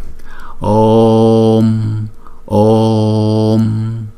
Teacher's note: chúng ta đọc chữ O kéo dài trước rồi mới đóng chữ O lại